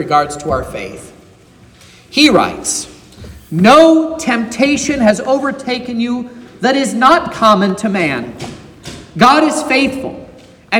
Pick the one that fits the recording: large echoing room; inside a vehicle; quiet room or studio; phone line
large echoing room